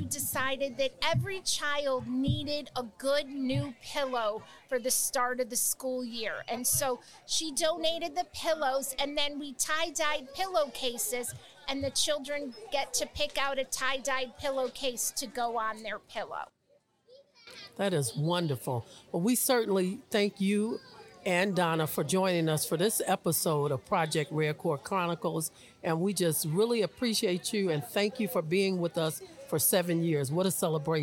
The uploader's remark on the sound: This special podcast was recorded on location at the 7th Annual Collinwood Resource & Empowerment Fair. In partnership with our host, Peoples Church of God In Christ.